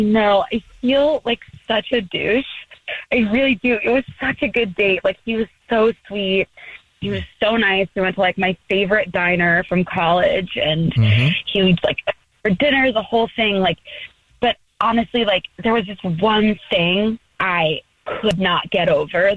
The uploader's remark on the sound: We get that other person on the phone